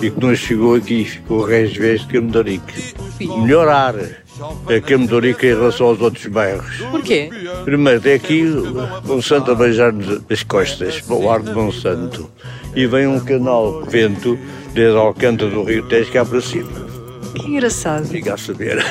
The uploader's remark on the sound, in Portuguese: Campo de Ourique. Gravado nas ruas deste bairro que parece uma pequena cidade.